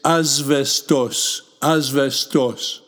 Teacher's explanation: When the letter sigma s is before a voiced sound, it becomes a zeta.